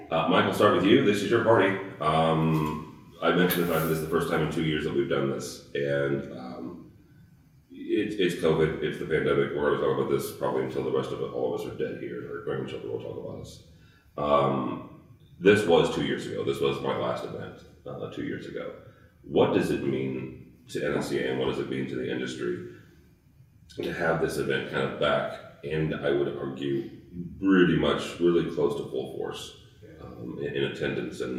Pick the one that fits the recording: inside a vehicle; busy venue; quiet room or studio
busy venue